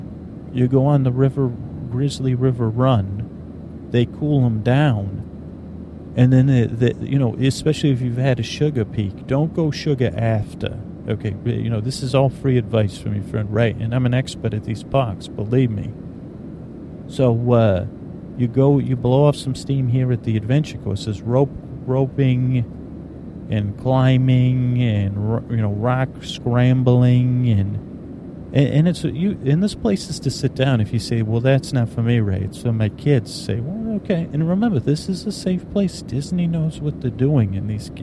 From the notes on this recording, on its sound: A mellow dreamy plane ride where your thoughts are soaked in white noise. CONTAINS AMBIENT AUDIO as it was recorded on a plane and during layovers at airports.